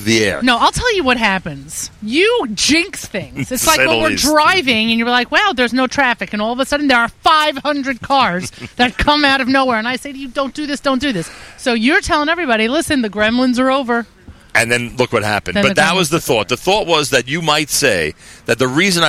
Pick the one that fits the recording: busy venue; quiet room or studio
busy venue